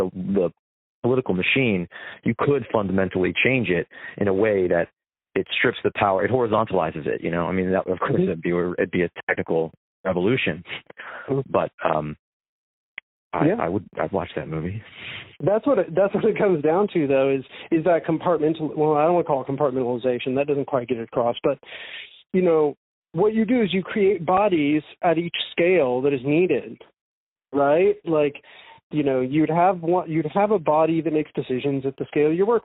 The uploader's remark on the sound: an impromptu call